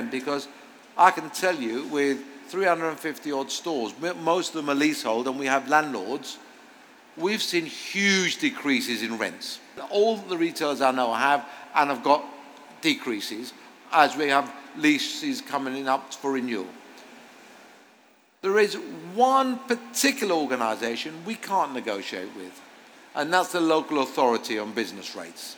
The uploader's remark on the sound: Live on stage at Springfair. Please note this interview was recorded in front of a live audience and we unfortunately experienced some AV glitches that were beyond our control. The format of this episode is therefore different to the norm but the overall impact should be minimal.